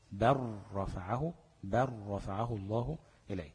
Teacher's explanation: قلبنا اللام لراء وادغمنا الراء في راء بقت بر رفعه، بر رفعه الله اليه.